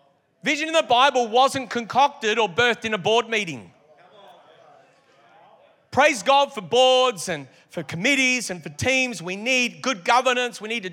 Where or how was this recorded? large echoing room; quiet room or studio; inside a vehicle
large echoing room